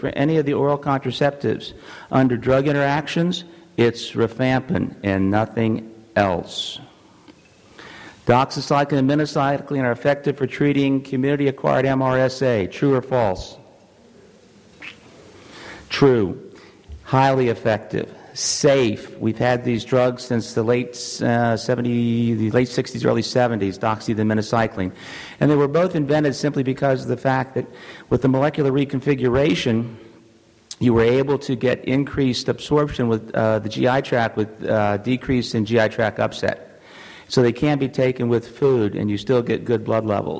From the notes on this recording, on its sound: This audio podcast is from the SDPA’s 7th Annual Fall Conference in Scottsdale, Arizona.